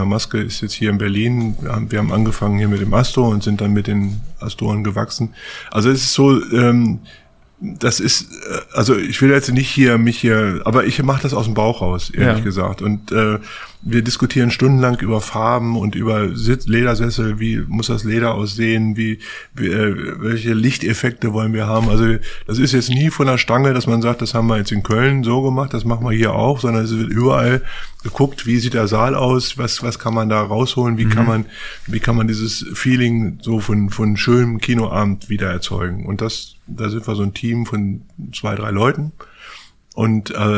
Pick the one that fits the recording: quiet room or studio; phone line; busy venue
quiet room or studio